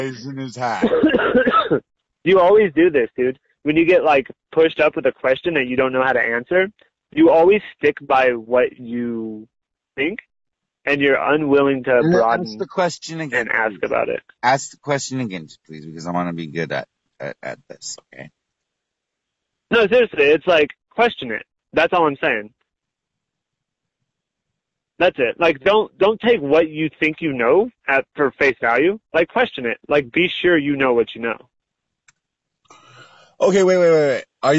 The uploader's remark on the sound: Phone Call